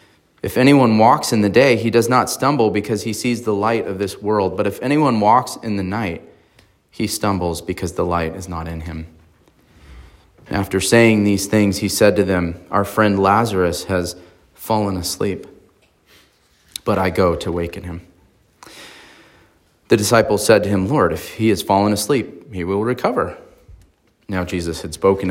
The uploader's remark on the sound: on March 26, 2023 at Emmanuel Baptist Church in Fallbrook, California